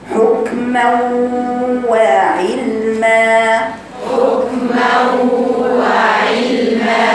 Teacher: إطالة الغنة لأن دي أول درجة يعني أعلى درجات الغنة فيها غنة طويلة